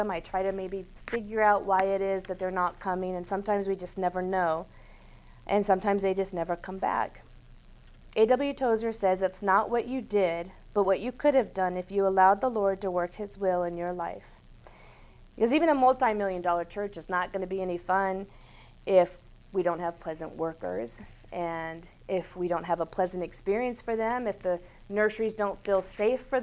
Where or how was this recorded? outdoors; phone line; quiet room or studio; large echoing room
large echoing room